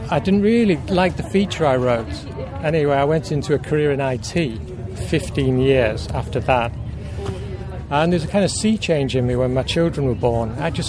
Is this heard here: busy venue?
yes